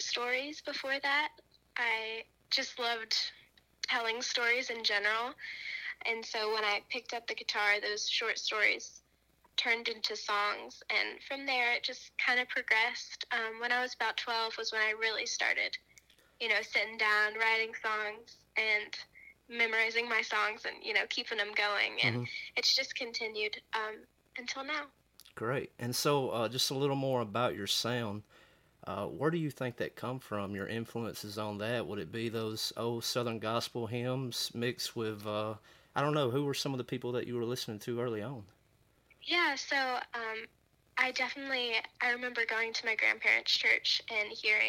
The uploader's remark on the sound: burnt the phone lines